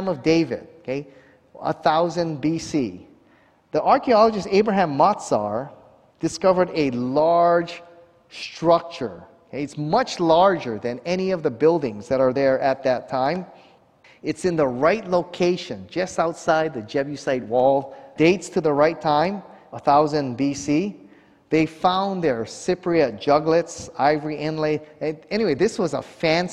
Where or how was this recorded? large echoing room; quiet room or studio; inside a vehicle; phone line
large echoing room